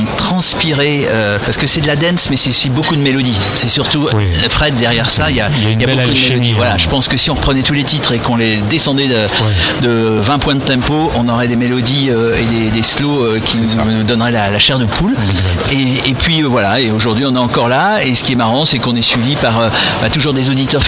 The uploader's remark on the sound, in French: Podcast En direct du Dock B à Pantin